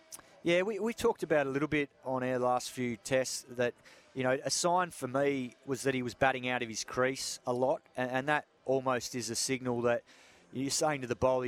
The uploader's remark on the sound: joins the boys live from the SCG